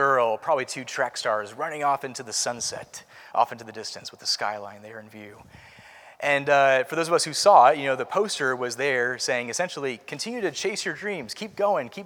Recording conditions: large echoing room